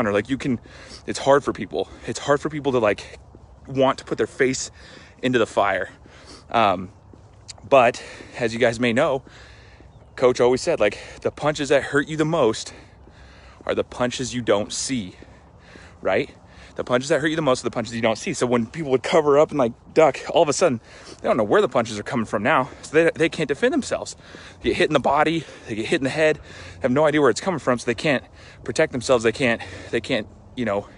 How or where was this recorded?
outdoors